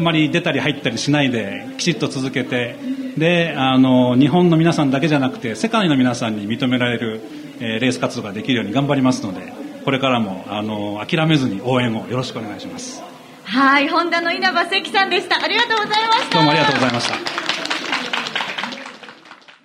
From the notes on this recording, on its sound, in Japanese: ツインリンクもてぎで行われた「ホンダレーシング・サンクスデー」。そこにお邪魔して行った公開収録の模様をお届けしています。